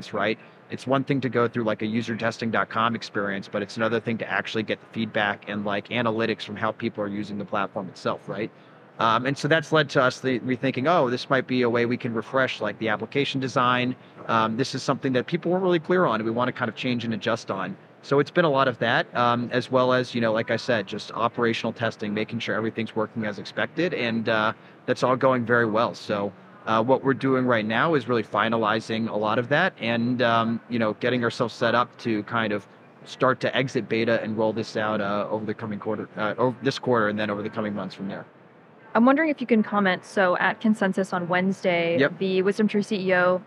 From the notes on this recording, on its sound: Live from Consensus 2023